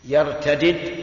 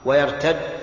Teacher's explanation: فيها قراءتان: يرتدد بفك الإدغام ويرتد بالإدغام